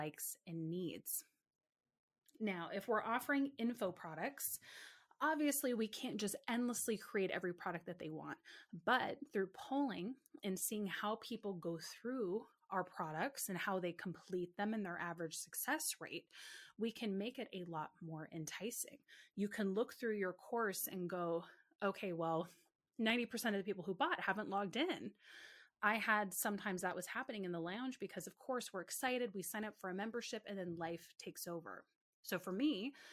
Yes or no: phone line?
no